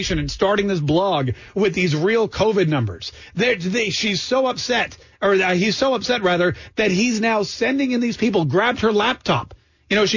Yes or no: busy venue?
no